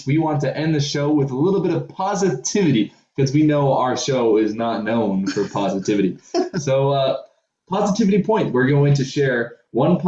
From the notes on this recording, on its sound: This LOADED episode brings the crew back together, still over zoom unfortunately.